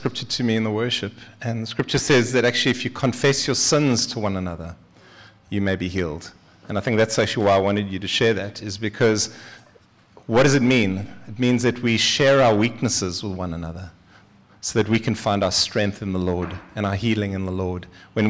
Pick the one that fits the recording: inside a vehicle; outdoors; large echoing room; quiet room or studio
large echoing room